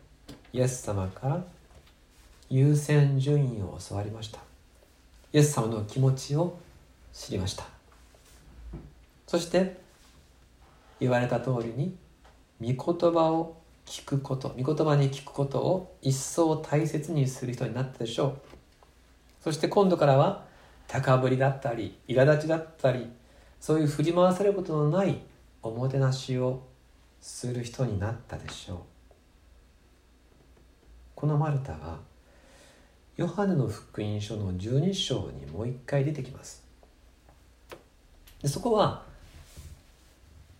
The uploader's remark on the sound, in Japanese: 2020/05/17吉備教会礼拝メッセージ録音です。